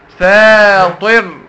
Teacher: يعني الفاء مرققة والطاء مفخمة